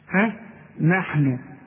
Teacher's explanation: شوف نا النون ما تفصلش فيها، النون دائما مرققة.